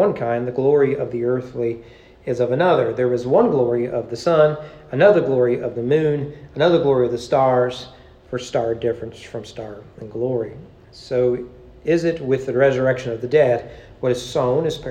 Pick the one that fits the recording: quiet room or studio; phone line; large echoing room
large echoing room